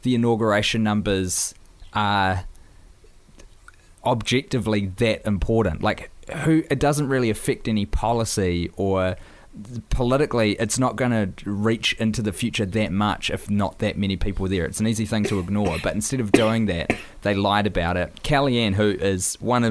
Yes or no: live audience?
no